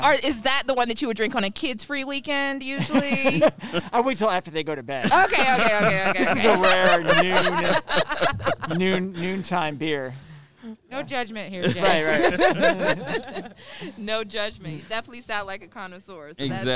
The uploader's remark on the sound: LIVE taping at Monday Night Brewing. For a LIVE podcast taping at The Monday Night Brewing Company. FYI We all wore masks during the taping so we may sound a little different.